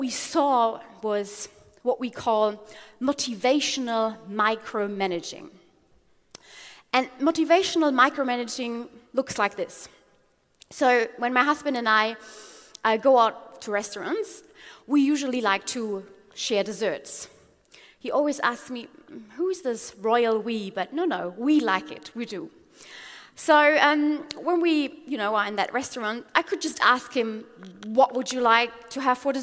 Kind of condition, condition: setting, live audience